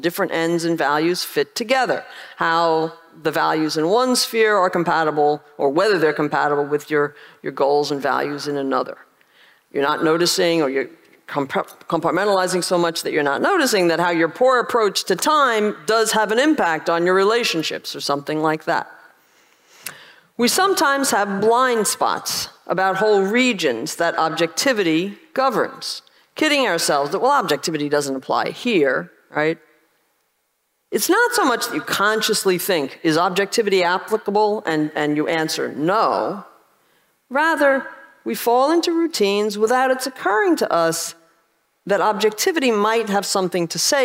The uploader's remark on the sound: This talk was recorded at OCON 2023 in Miami, Florida.